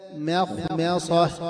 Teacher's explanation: يتحفظ بترقيق الميم من قوله تعالى مخمصة هكذا، فلا تقرأ مخمصة هكذا بتفخيم الميم والخاء، وكذلك الميم والصاد، بل يفصل ما بين المرقق ثم يستعلي باللسان ثم يستفل باللسان ثم يعلو به مرة رابعة ثم يستفل به مرة خامسة عند الهاء هكذا مخمصة هكذا مخمصة هكذا.